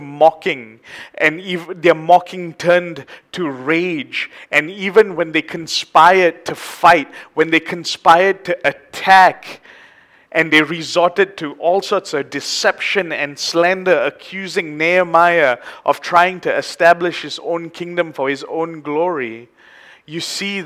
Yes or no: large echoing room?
yes